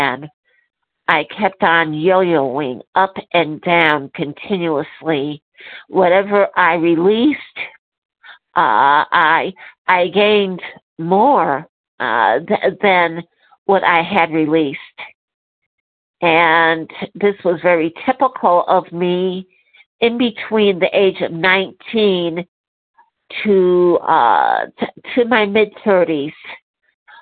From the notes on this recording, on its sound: 100 Pounders Phone Meeting